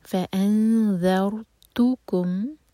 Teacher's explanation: اور رو ساکن ہیوی ہوگا کیونکہ اس سے پہلے ہے فتحہ